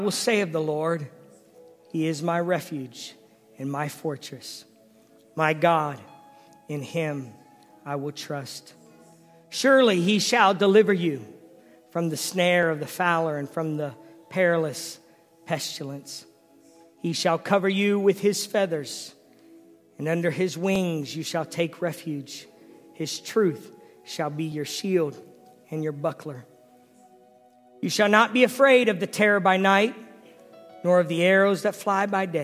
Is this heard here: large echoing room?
yes